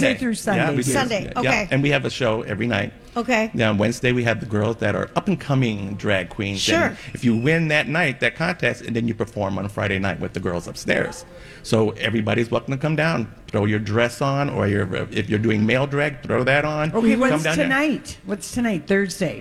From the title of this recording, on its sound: Live from Gay 90s